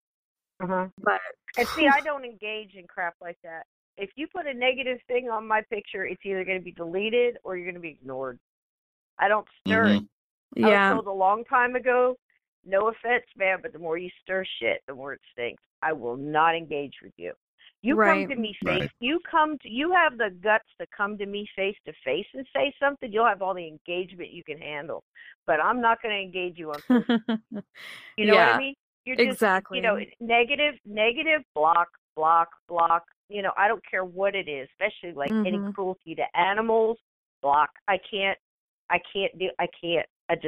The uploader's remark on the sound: Hosted a live call in show.